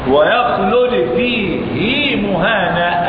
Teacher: في هذا الموضع فقط وافق الراوي حفص الإمام ابن كثير في صلة الهاء، فقالها كما نقرأ ويخلد فيه مهانا.